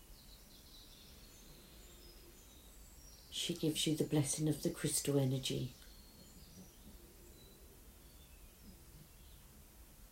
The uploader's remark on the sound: with the noise of the birds in the garden as background